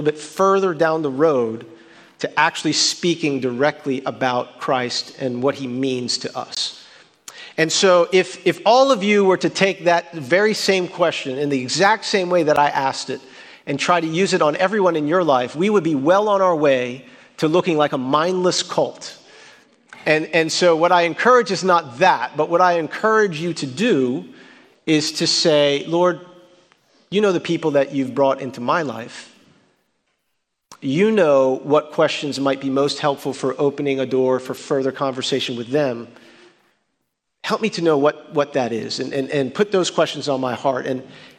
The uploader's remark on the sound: At Redemption Hill Church on Sunday, March 20th, 2022.